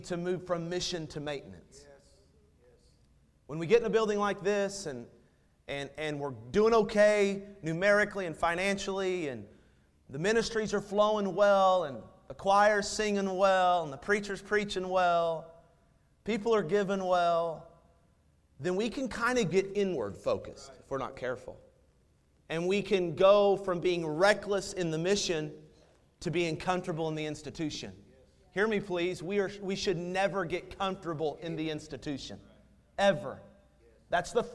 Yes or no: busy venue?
no